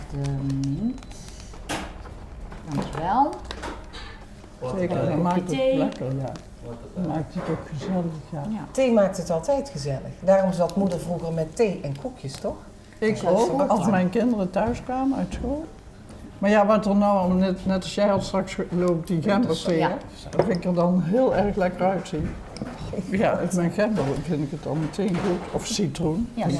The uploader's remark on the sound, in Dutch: Deze keer is het keukentafelgesprek opgenomen in Lunchroom Juuts. Dit heerlijk knusse restaurantje vindt je op terrein Sectie C aan de Daalakkersweg in Eindhoven.